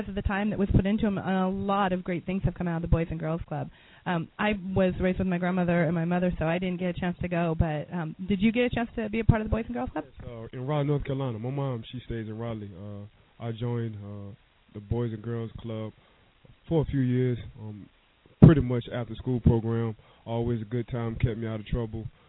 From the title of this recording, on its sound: interviews from 2nd Annual Golf Tourn